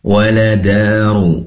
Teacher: Kemudian daru matobi'i danya. Ru'nya tebal karena berharokat dhammah.